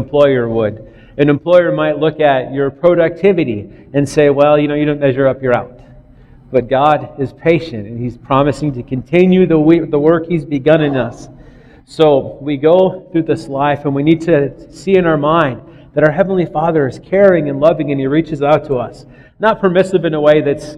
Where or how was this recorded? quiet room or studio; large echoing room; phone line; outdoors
large echoing room